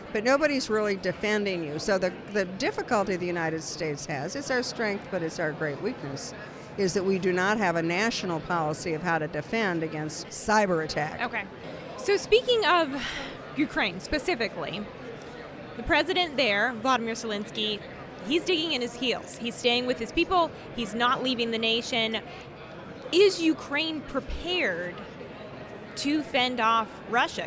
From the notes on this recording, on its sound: joins the podcast from the Conservative Political Action Conference in Orlando, Florida